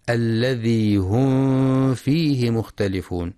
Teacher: وفي قوله سبحانه: الذي هم فيه مختلفون، من الأحكام التجويدية التي ينبغي مراعاتها في هذه الآية الإظهار الشفوي، الميم الساكنة بعدها حرف الفاء، فلا يقرأ بإخفاء الميم